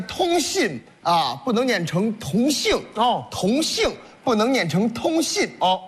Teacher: 江南的呀，是愿意把后鼻音念成前鼻音啊 · Term: 前后鼻音不分